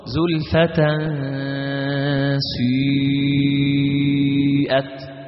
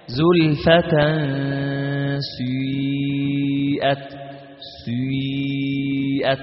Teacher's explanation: لأهل الأداء في نطقها مذهبان، منهم من يجعل الإشمام مع الصوت كله، ومنهم من يقول إن الإشمام عند البداية، أما عند الانتهاء ترجع إلى الياء